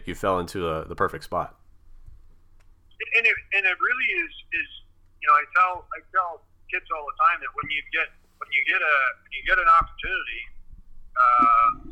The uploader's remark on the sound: on the phone